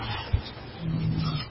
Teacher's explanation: huruf na, ujung lidah dengan gusi atas, ya. Juga di sini ada sifat ghunnah seperti ma.